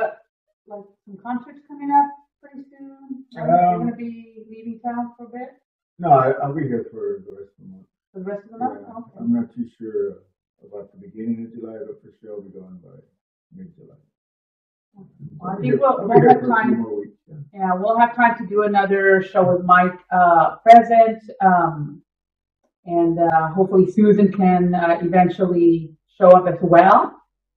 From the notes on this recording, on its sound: First off, please pardon our sound quality. It was out first time recording in person together and our audio set up was new to all. Even after attempting to correct the issues in post, our audio was still sub par.